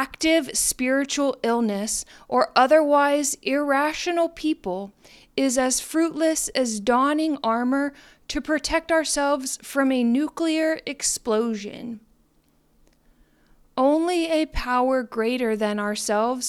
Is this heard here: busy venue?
no